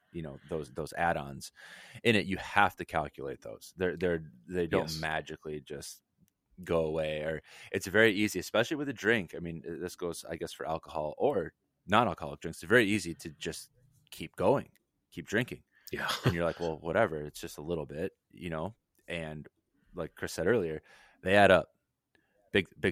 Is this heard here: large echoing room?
no